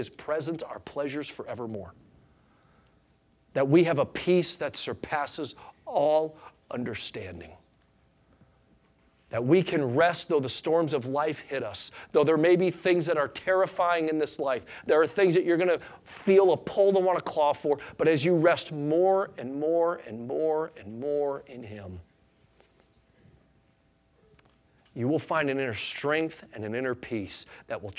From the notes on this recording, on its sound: Sunday Morning Sermon Audio